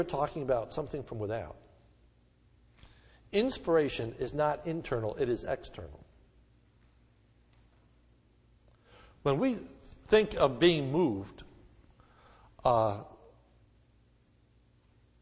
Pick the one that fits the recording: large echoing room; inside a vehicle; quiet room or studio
large echoing room